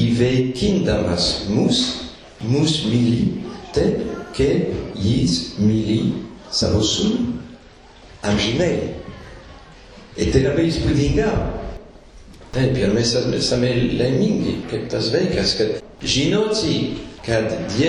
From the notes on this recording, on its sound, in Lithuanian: Įrašas iš šeimų festivalio.